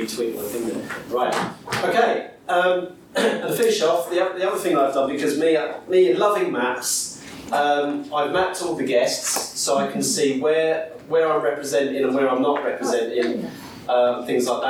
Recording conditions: live audience